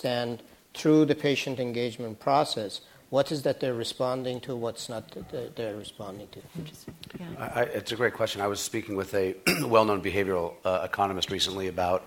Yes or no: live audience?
yes